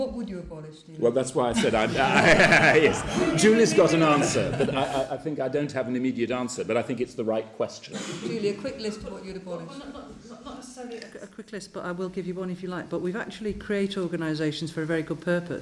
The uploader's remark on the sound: Recorded at the recent Nuffield health policy summit, this round table asks how to impliment the Francis reports recommendations.